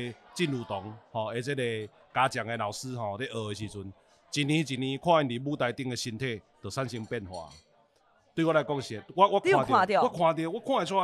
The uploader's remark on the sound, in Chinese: 不可能連吃尾牙也要錄Podcast。在尾牙現場把麥克風架起來！